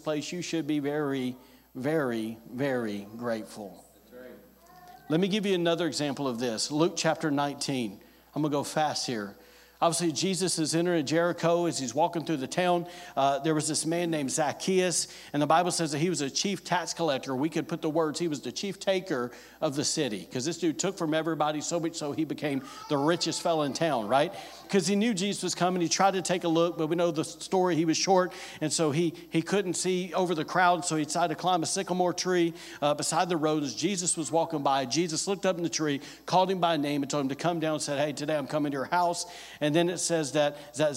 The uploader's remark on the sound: was recorded on Sunday, February 4th, 2024, during service at The Anchor Church in Rockport, Maine.